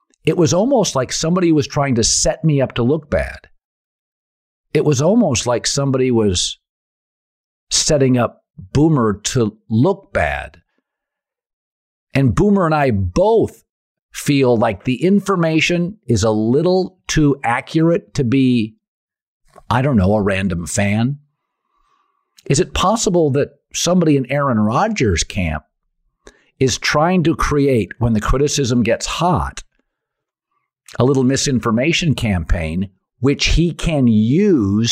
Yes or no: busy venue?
no